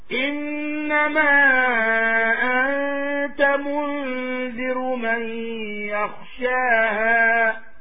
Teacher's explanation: beware of the ruling of an ikhfa in the word mundir